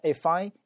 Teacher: 这个 if 和 I 其实有个连读，变成 if I 那个 e 的那个发音其实很微弱，重点是 f 和这个 I 的连读啊